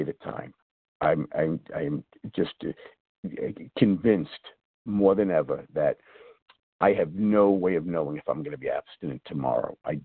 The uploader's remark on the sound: 100 Pounders Phone Meeting.